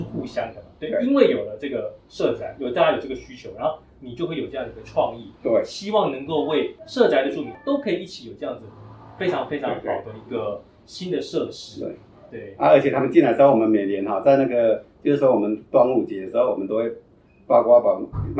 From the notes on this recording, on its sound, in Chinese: 當天路旁有施工作業，。音質上有一定程度的影響，。